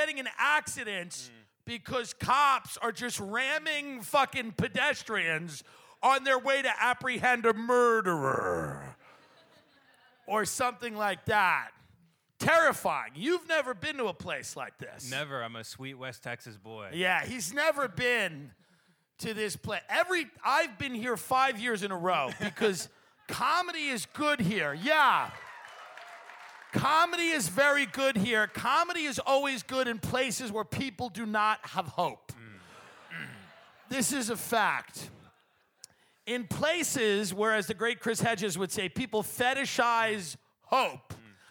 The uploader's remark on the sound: Live From Cleveland